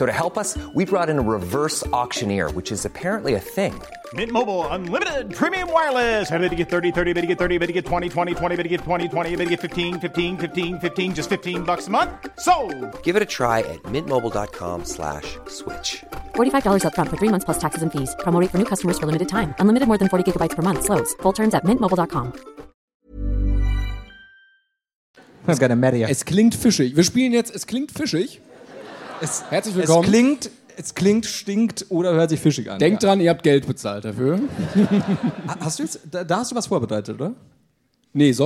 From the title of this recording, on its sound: LIVE in Berlin